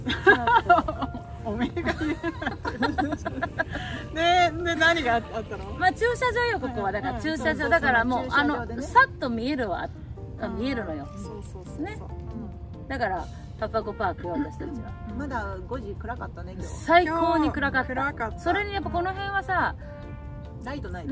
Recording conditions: background noise